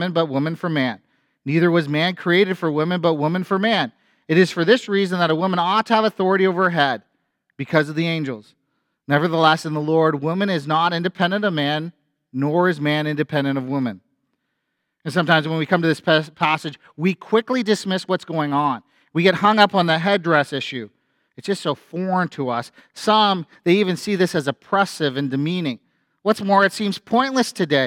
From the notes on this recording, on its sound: A sermon from FBC Church in Cobourg,